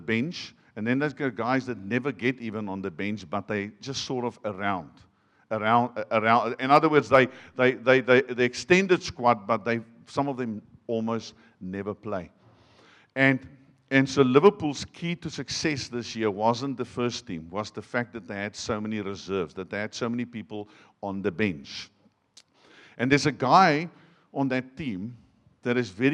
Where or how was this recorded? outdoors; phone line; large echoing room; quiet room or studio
large echoing room